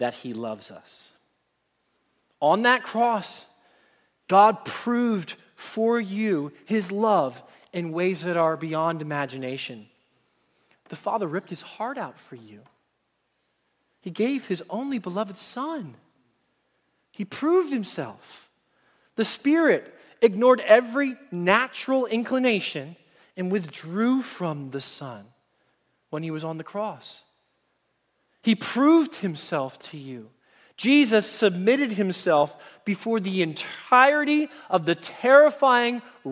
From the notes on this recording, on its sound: Message Preached at Valley Creek Church.